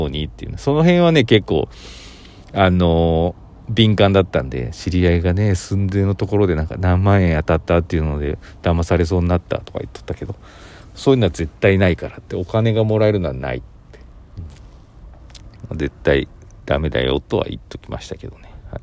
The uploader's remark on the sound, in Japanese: コインランドリーの駐車場で収録しました。